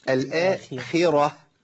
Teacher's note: والخاء هنا مكسوره ضعيفه جدا